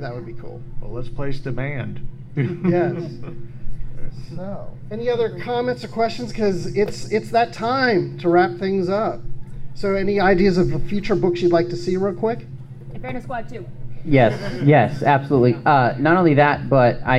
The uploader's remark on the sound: Was apart of a panel at Dragon Con on the Star Wars track. Take questions from the audience.